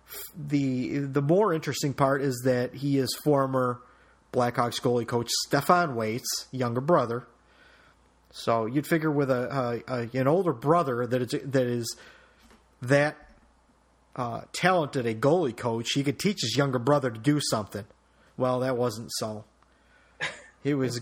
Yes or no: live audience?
no